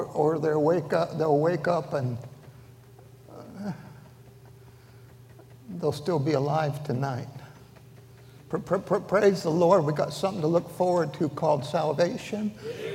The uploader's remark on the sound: during the Sunday Evening service on March 19, 2023, at North Valley Baptist Church in Santa Clara, California